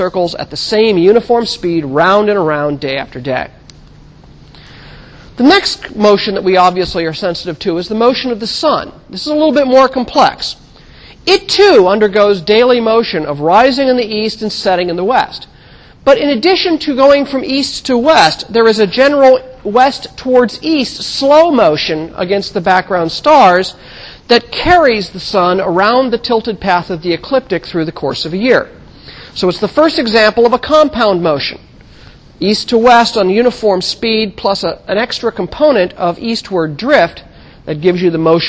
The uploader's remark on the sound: Recorded 2007 Oct 8 in 1000 McPherson Lab on the Columbus campus of The Ohio State University.